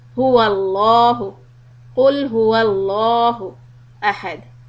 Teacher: Fatha plus Allahu makes the Lam heavy. Dhamma, like before the word Allahu, if you put a Dhamma and then continue with Allahu, will make the sound of Lam heavy.